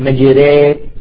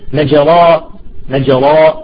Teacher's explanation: الإمالة بين الألف والياء، ليست ألف وليست ياء · Shown in: first take · بين الألف والياء، يعني مشهودة بالياء.